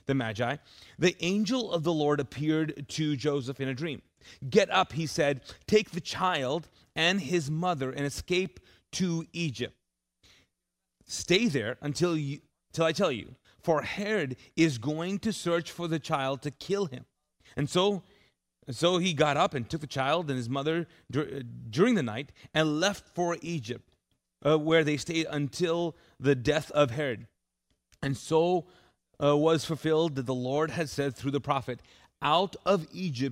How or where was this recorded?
large echoing room